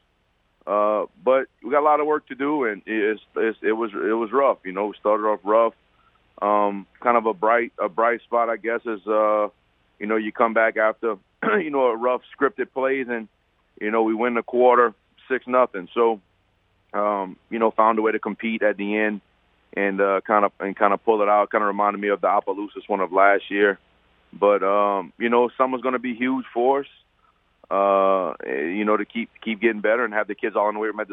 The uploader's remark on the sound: We go to the phone lines for 3 good ones.